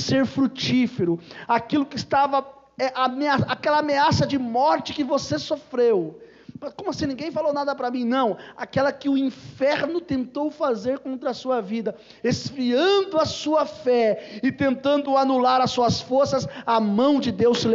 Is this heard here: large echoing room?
yes